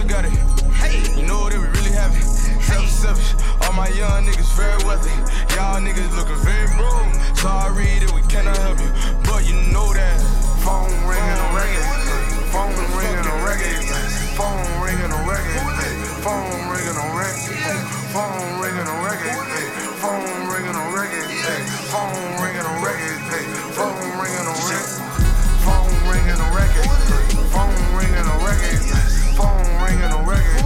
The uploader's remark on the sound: From the storefront of The Late Late Bar on Houston Street in New York City.